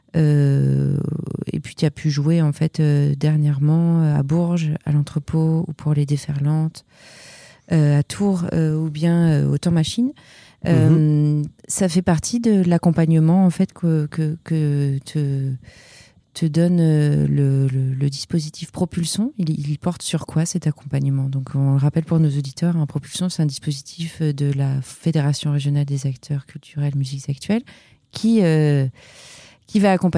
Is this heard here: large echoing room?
no